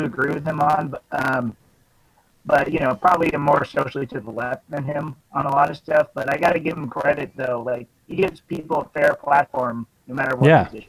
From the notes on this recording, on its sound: Call-In Show. Taking your calls and questions LIVE!